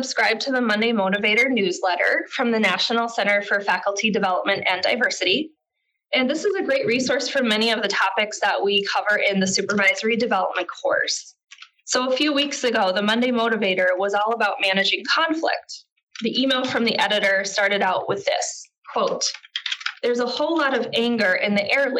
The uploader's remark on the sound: This is a podcast version of a Supervisory Development webinar recorded on April 18th, 2018.